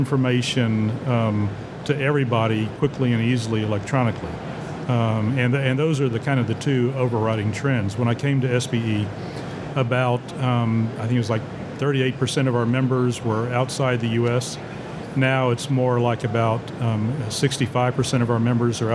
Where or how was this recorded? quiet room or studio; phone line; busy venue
busy venue